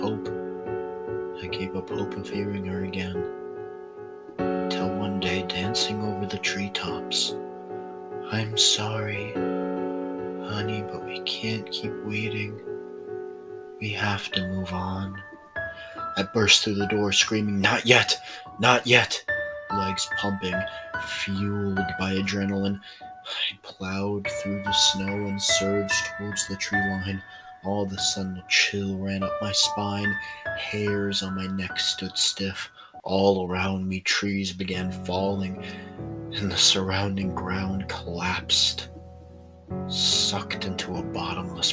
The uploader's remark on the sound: Sorry for any background noise.